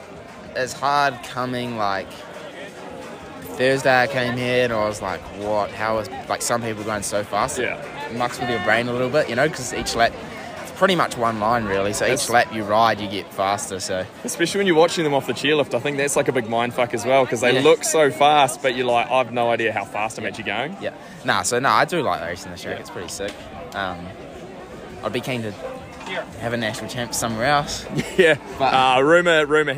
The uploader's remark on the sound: NZ National Champs post race interviews